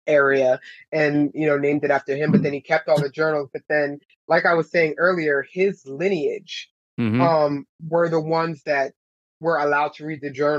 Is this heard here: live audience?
no